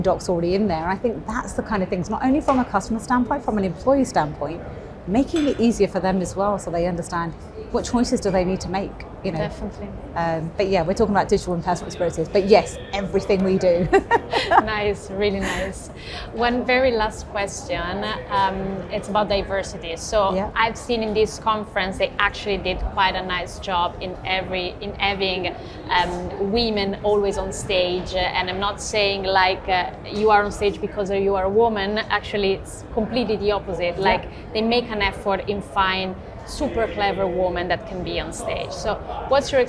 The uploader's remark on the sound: Finovate Europe. The first LIVE COVERED event of 2023 for Breaking Banks.